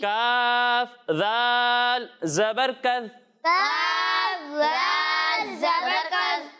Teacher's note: ذال میں سیٹی کی آواز نہیں آئے گی